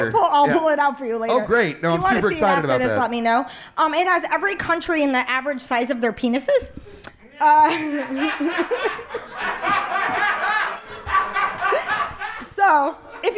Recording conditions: live audience